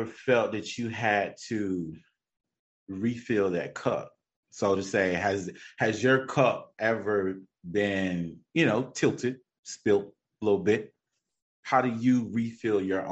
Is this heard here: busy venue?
no